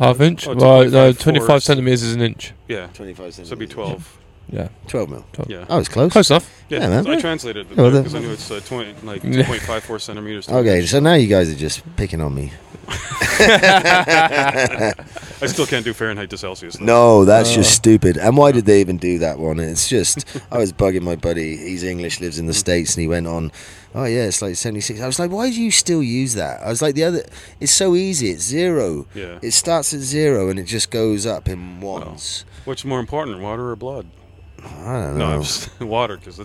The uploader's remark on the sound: PODCAST AT A FESTIVAL. WE are at the Electric love music festival.